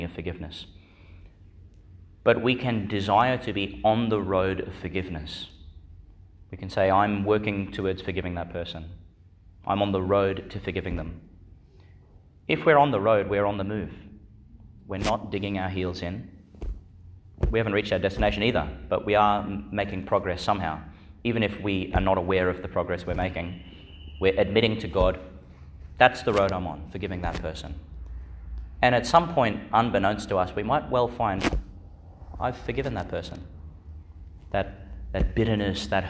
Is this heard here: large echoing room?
yes